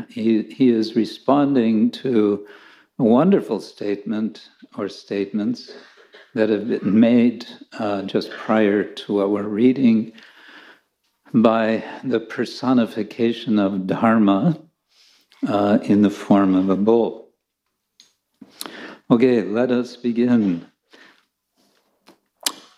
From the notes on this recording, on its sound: Lecture from ISKCON Chowpatty.